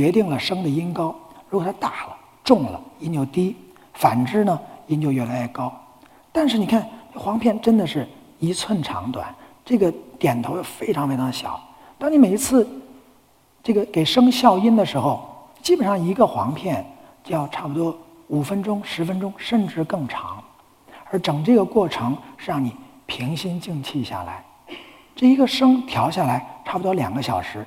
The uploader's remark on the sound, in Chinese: 一席现场。